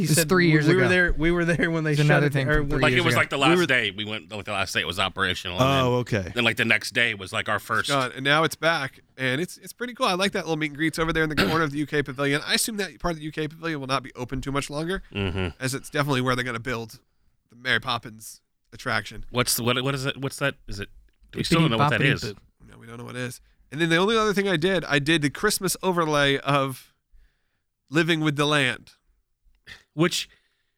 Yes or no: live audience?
no